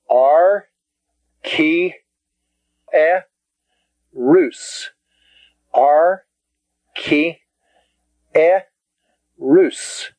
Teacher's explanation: That's a ki and an iota, but notice the epsilon stands by itself, because iota and epsilon do not make a diphthong. And then rus, rus.